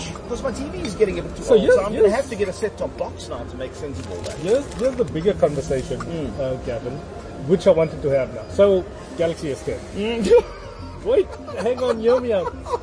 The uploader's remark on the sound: Recorded at Wimpy Canal Walk